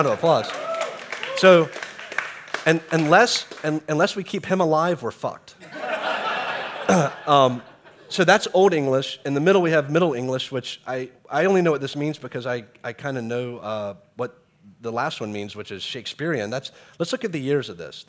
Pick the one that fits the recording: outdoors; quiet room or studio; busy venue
busy venue